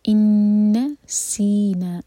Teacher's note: سین کے لیے وسل والی آواز آنی چاہیے